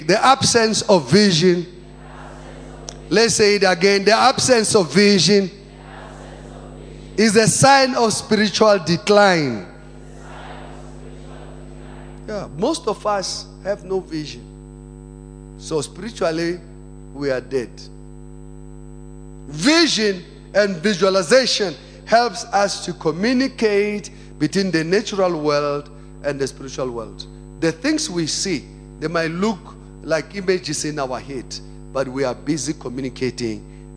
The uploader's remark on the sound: Second Service. Preached at Emmanuel Christian Church, Arcadia Campus.